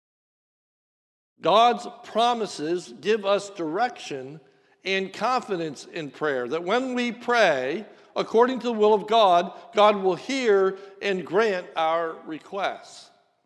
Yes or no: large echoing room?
yes